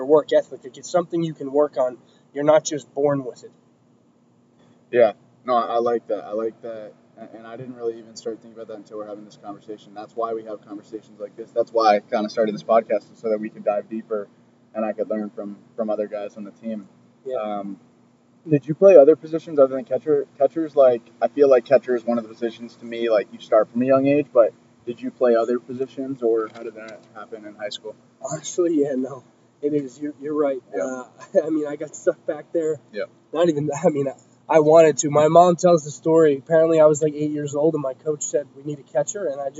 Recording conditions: wind noise